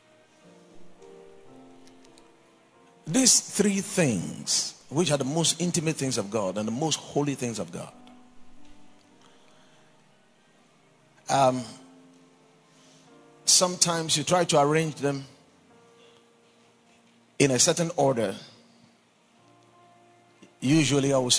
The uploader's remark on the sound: Preached at the Watered Garden Church during Days In Glory